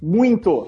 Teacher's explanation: A gente fala nasalado, tem um N aí.